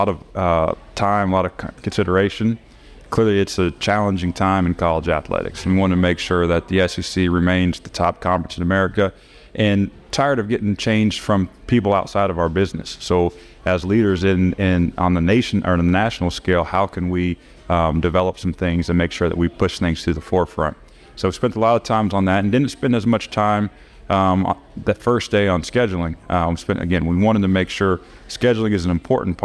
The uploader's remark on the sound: live on the T&L Catfish Tour from the Little Dooey